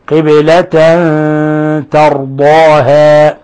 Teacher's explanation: ونلاحظ كيف فخمنا الضاد ورققنا الهاء والألف